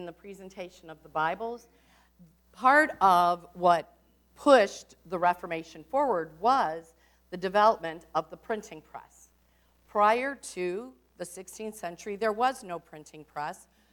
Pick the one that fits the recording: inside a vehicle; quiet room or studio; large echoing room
large echoing room